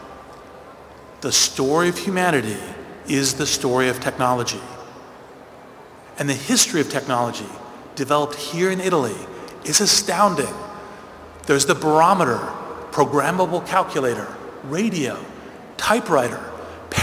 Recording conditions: live audience